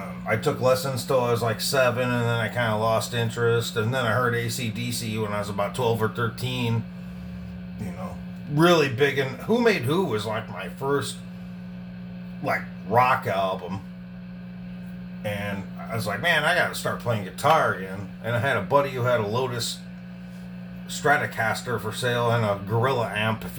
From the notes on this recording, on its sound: Just a quick run on cell phone to get things going.